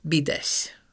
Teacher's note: lehet ajakréses, tehát illabiális ejtés, tehát mondhatják azt, ugye, hogy gondoljunk arra, hogy az ő után nem állhat ő, tehát büdes, vagy bides.